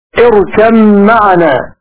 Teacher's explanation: باب الإدغام الصغير. قرأ بإدغام الباء في الميم